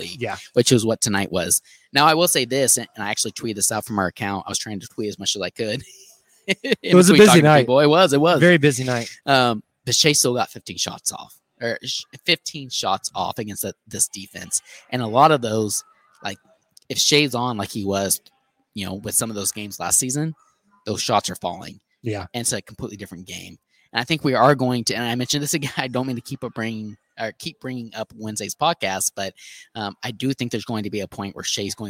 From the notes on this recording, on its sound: go live from Prairie Ale House in OKC